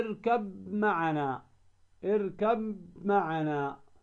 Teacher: فهنا تدغم ماذا؟ الباء في الميم · Term: تدغم الباء في الميم